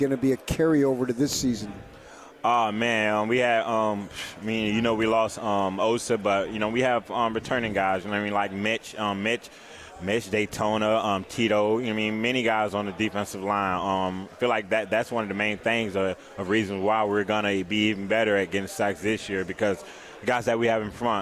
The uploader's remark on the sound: LIVE from Pac-12 Media Day in Los Angeles, CA